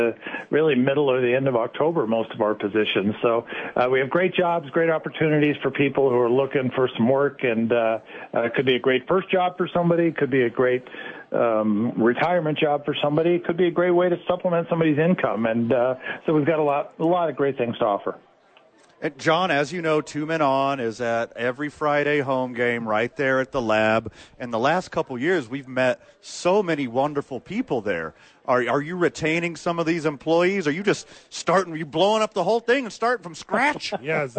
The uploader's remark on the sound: Live at Sadies!